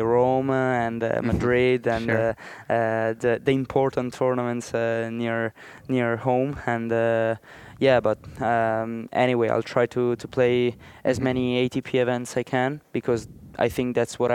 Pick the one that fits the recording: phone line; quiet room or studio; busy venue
busy venue